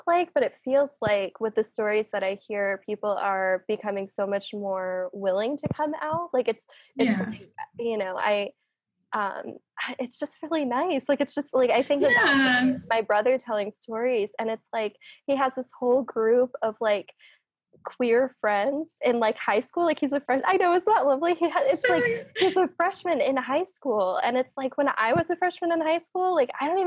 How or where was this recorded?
video call